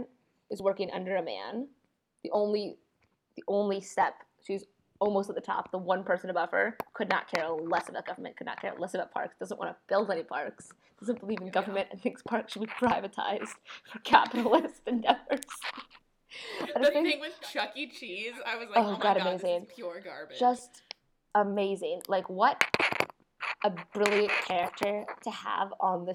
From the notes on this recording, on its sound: apologize for the horrendous audio quality